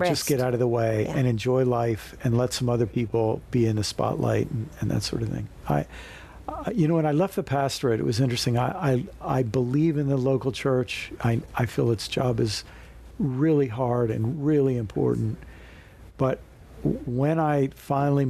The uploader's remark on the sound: recorded at Lemuria Bookstore in Jackson, Mississippi.